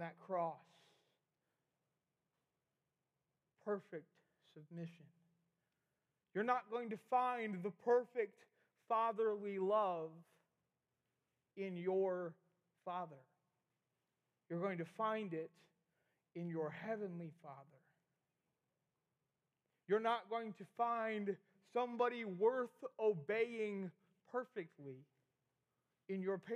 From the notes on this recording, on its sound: we had the middle school rally recorded!